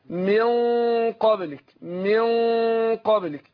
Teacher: أخفيت النون عند القاف مع كون إن أنا فخمت الغنة نفسها